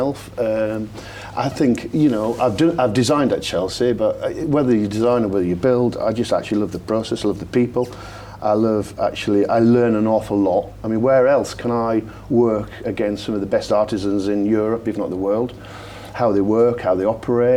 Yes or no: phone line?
no